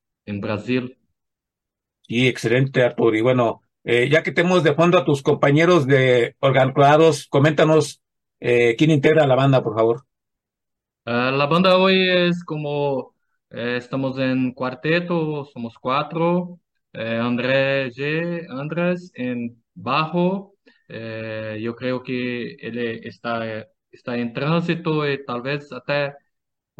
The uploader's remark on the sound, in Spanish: Charlamos via zoom